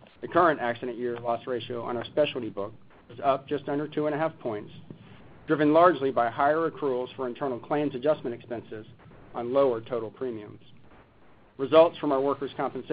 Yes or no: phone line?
yes